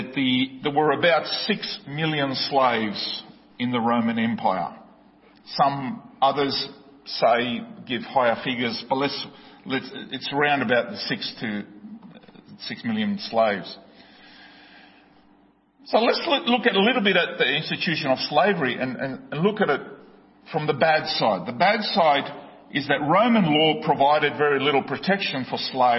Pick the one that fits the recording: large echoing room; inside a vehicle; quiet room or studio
large echoing room